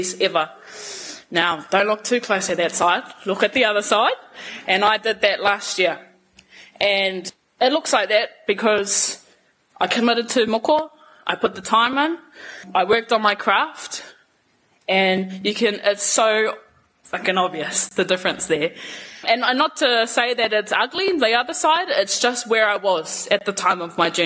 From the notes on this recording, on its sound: Took the stage at our Real Talk Mō Ngā Rangatahi event in Tāmaki Makaurau, sharing on stage for the first time.